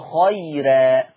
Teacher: ورش لما تكون الراء مفتوحة وقبلها ياء لين تبقى مرققة، ما تبقاش خيرا تبقى خيرا.